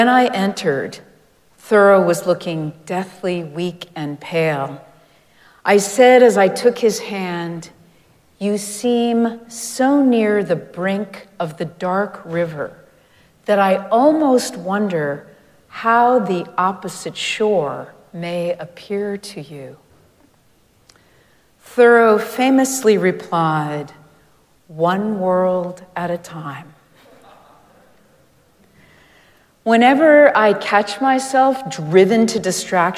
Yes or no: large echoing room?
yes